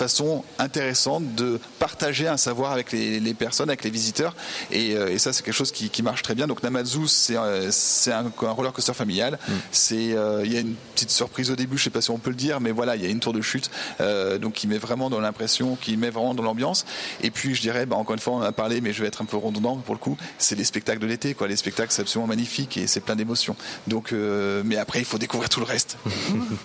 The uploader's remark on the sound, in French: En direct de Vulcania, en Auvergne. Une expérience scientifique en direct.